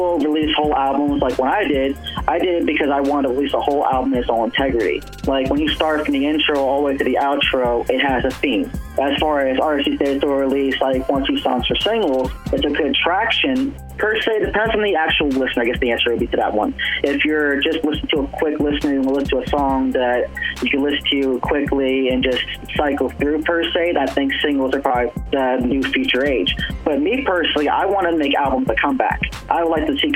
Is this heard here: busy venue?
no